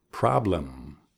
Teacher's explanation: Los labios están cerrados cuando digo la M. · Term: la M final